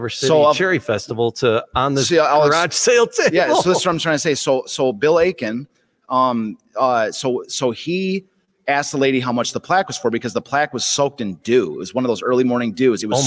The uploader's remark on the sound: Live from Detroit Historical Museum.